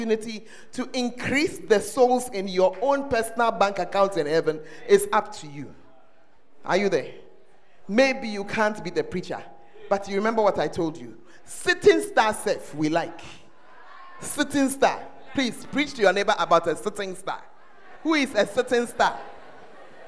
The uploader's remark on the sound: Preached At The First Love Center, Ayeduase (The Word Encounter Service)